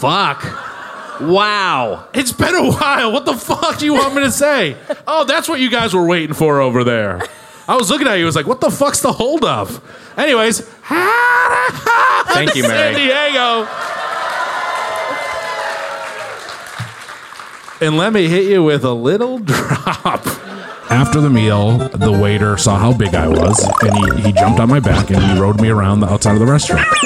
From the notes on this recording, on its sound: Recorded live at the House of Blues in San Diego.